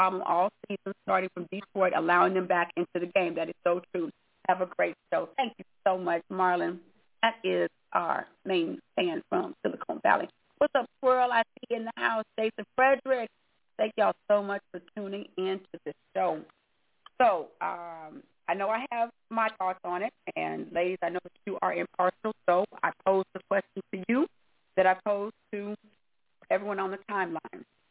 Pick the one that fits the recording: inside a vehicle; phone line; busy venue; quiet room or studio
phone line